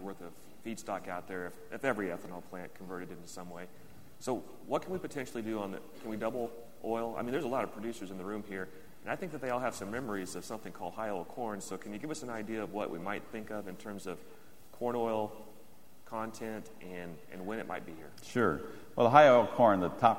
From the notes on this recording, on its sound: The closing general session of the 2008 National Biodiesel Conference featured a panel discussion.